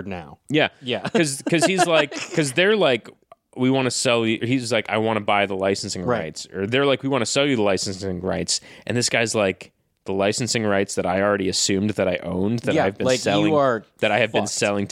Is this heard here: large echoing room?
no